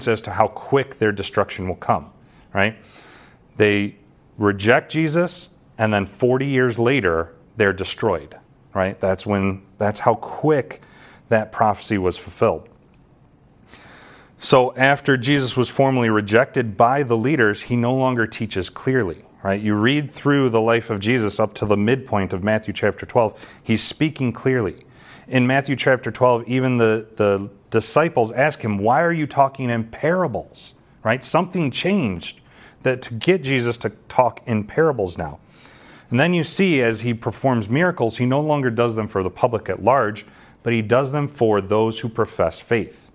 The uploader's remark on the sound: This sermon was delivered to the saints at Calvary Gospel in Ashton, MI on November 13, 2022.